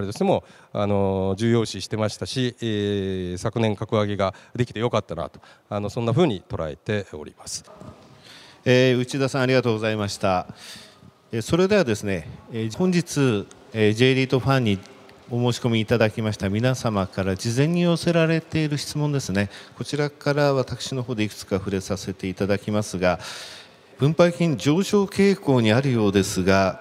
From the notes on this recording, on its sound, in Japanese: 2月24日に東京証券取引所で開催した「J-REITファン2018」に登壇した「ケネディクス･オフィス投資法人」のIRセミナーをダイジェスト版でお送りします。